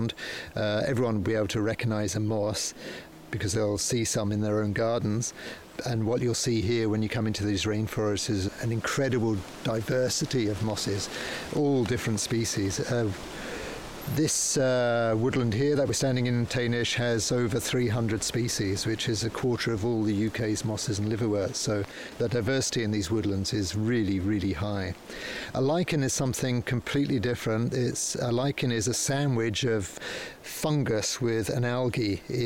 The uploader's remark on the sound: Recorded on site at Tanish National Nature Reserve